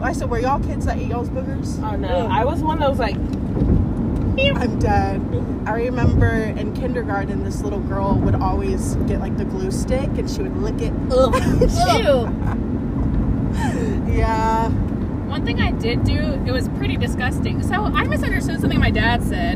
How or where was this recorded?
inside a vehicle